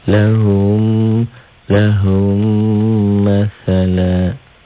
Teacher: Mim mati bertemu dengan mim. Seakan-akan di mim keduanya ada sidahnya. · Term: idgham mimi